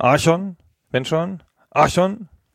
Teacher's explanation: Ich neige dazu, auf der ersten Silbe zu betonen.